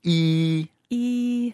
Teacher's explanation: the tongue is up in front, towards the front, and your lips are spread and you get E.